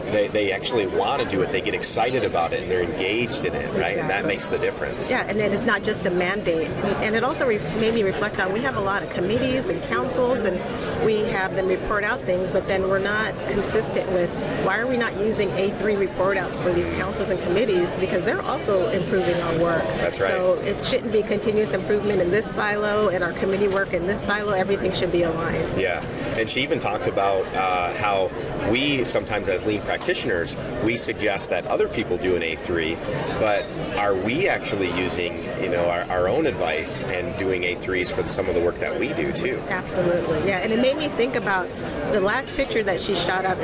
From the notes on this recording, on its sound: This past week, Lean Solutions was a proud sponsor for the AME international Conference in Dallas. Were there to attend, exhibit, network, and record some great interviews for the podcast.